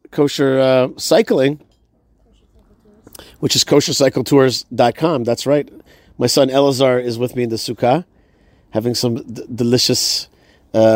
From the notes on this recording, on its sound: Live from inside the Sukkah